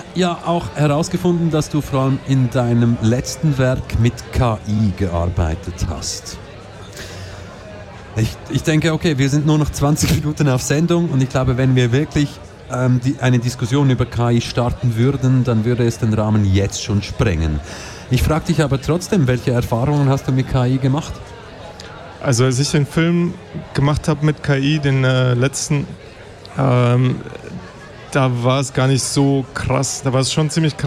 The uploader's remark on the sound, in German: Festivalausgabe live aus dem Merkerareal in Baden.